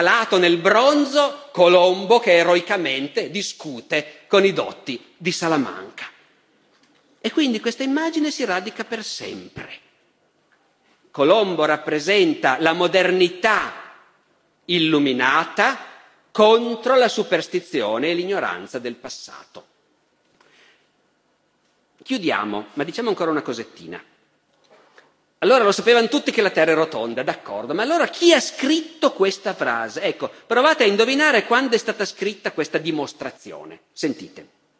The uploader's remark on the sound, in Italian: Festival della Mente, 2013. Dal Festival della Mente di Sarzana del 2013.